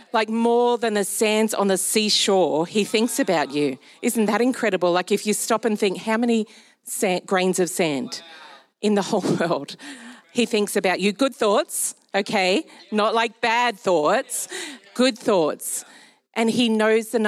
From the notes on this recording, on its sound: Recorded during our Melbourne East service